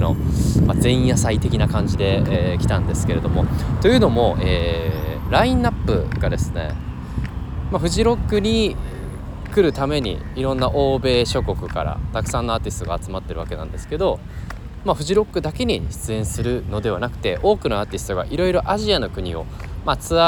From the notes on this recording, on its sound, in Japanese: フジロック前週にマレーシアにて開催されたGood Vibes Festivalで現地収録を実施。1日目終了後に緊急収録。